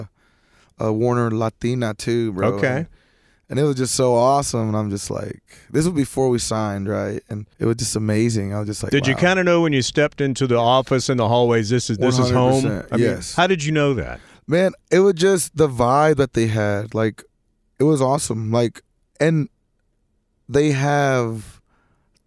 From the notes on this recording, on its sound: limo on Congress Avenue in Austin, TX at the historic Paramount Theatre